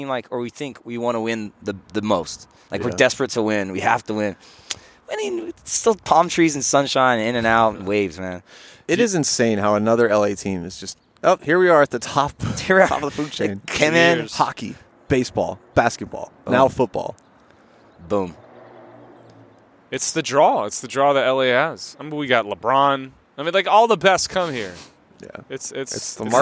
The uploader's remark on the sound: Live from another Greenfields bench